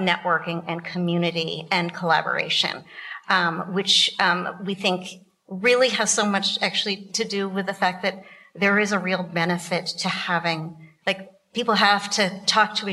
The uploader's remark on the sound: The 2022 Taste of Santa Barbara Rebuilding Our Food System Panel Discussion, which was recorded in front of a live audience in May.